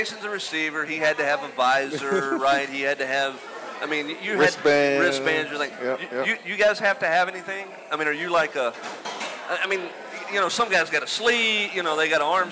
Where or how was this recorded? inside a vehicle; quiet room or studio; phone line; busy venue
busy venue